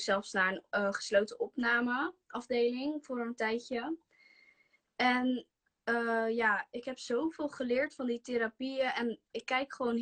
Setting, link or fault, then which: link, video call